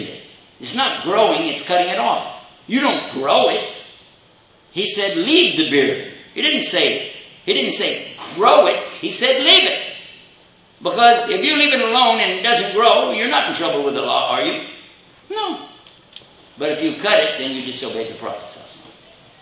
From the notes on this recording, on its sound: Questions and Answers Session following the Lecture